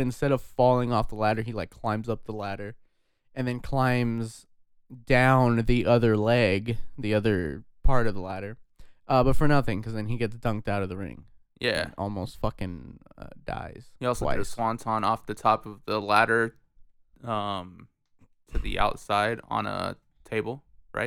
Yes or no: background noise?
no